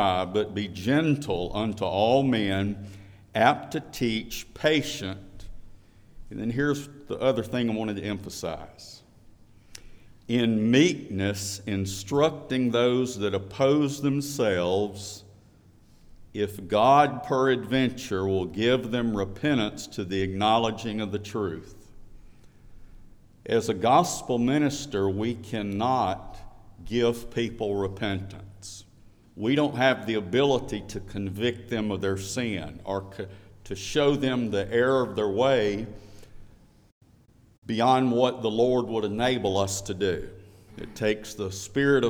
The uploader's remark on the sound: We are sharing portions of the ordination service. We are sharing portions of the service.